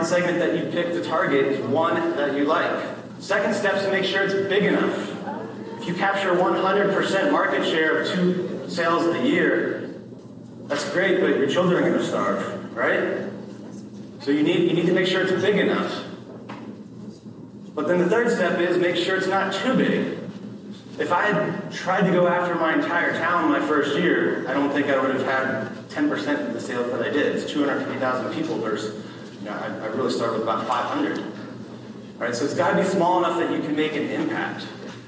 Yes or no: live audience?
yes